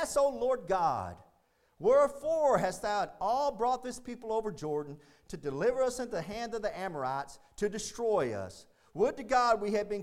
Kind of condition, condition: setting, large echoing room